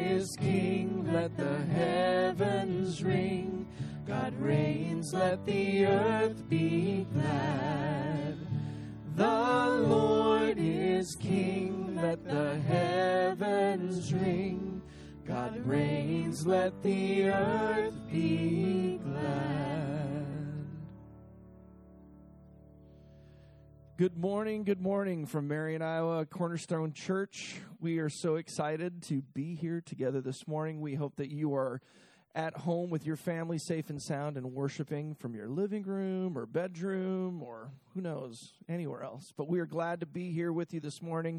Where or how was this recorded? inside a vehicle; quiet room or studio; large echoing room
large echoing room